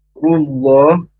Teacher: Rullah runya tebal karena huruf ro berharokat doma.